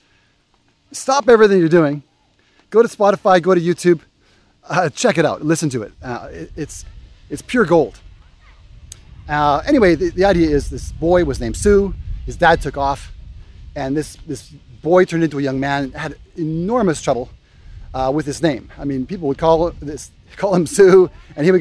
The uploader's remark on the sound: Walk and talk